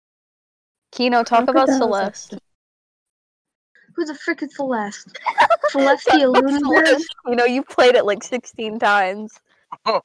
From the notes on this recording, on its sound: Yes, the audio is shit. That, and we had to redo this sixteen times because the recording bot kept disconnecting itself halfway through the session.